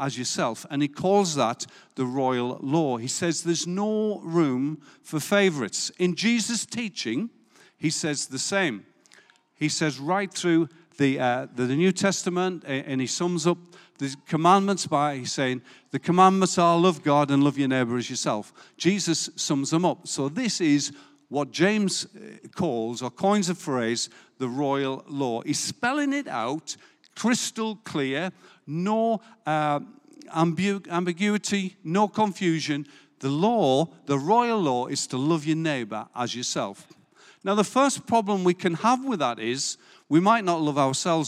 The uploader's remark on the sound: Recorded live at Life Church Lancashire on the 26th June 2022